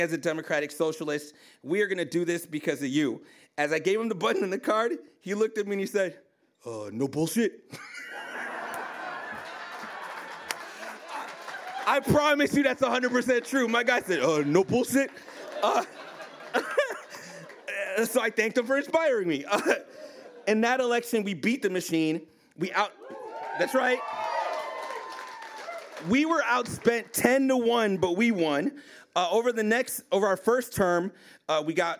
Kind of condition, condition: setting, live audience